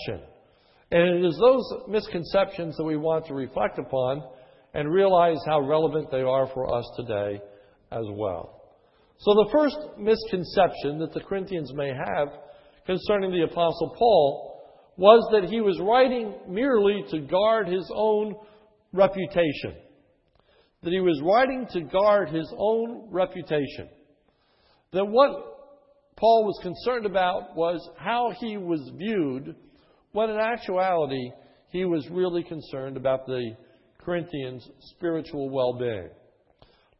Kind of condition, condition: setting, large echoing room